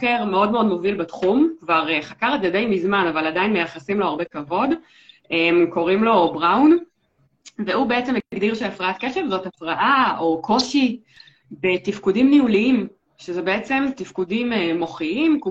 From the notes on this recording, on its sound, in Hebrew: הפרק הזה הוא בעצם לייב שהוקלט באינסטגרם.